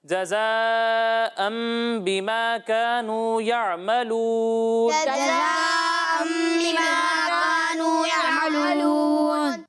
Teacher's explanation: تو اس میں سیٹی کی آواز واضح طور پر آنی چاہیے یہ زال کے ساتھ ملنا نہیں چاہیے